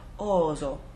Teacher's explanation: most of the Italians that I've talked to will voice that s to a z